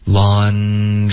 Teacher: 尽量从这个 n 的音呢一直持续这个 n 的音直到 dry 出现